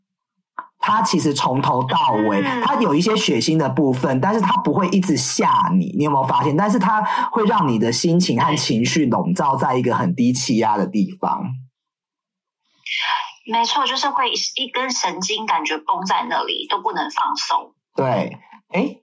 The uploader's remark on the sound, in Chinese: Tokyo。遠段錄音 ,音質請見諒。